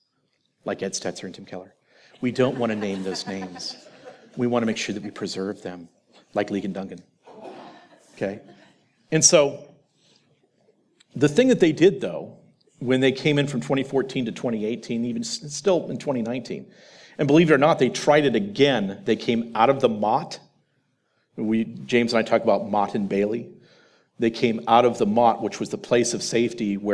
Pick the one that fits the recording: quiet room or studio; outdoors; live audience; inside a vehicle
live audience